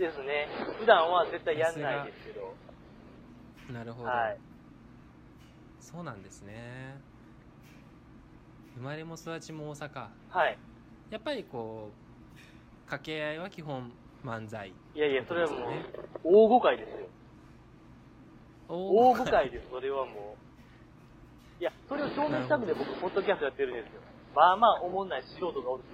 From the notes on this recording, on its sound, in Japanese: 雑音がえげつないですが